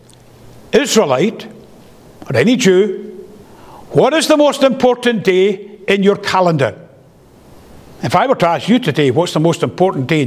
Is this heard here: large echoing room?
yes